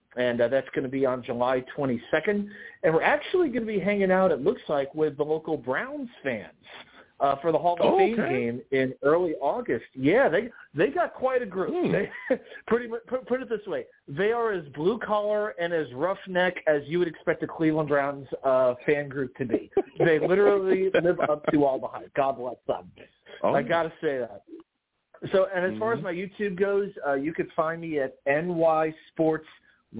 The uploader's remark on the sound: I take live callers!